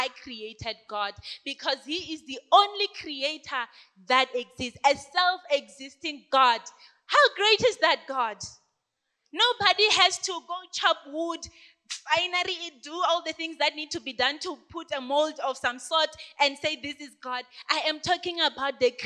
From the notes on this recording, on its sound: This sermon was preached during the youth takeover Sunday.